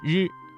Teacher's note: 舌头要稍微的卷起来靠近硬腭前部，发音要点大家要注意舌尖要卷起接近硬腭前部，但是不完全阻塞气流，要形成一种轻微的颤动。要注意的是不要把它的发音和英语当中的字母 R 相混淆，普通话当中的声母日更接近于一种轻微的颤音，而非滚舌音。在练习这些翘舌音的时候，最重要的是要掌握舌头的正确位置和形成狭窄通道的能力，来确保声音的准确和清晰。可以通过镜子来观察舌头的位置和形状，反复练习，直到能够自然而然地发出准确的声音。此外，听力的辨识也